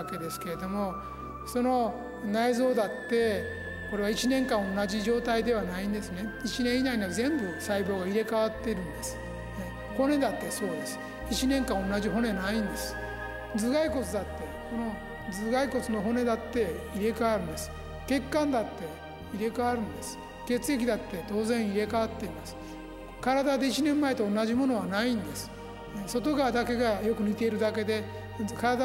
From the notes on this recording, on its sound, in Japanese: 山口県防府市にて行った、公開収録の模様をお届けします。